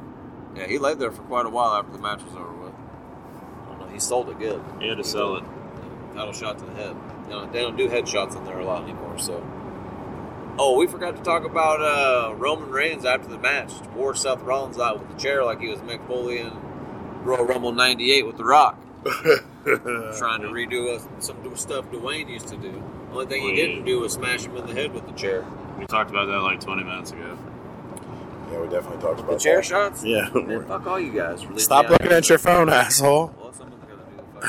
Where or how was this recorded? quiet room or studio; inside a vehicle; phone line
inside a vehicle